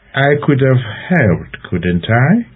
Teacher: The tag was said with a rising intonation, which suggests diffidence.